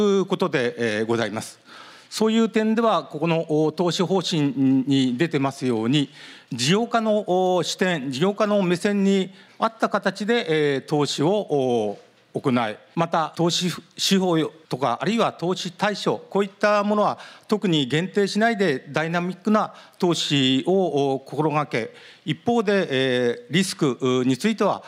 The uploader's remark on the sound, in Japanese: 東京・東銀座の時事通信ホールで行われた「ラジオNIKKEI 相場の福の神 注目企業ＩＲセミナー」。